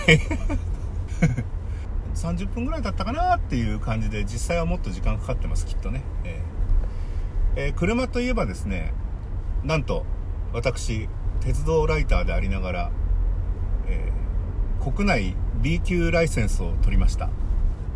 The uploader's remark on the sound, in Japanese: 今回もクルマの中から雑音多めで失礼します。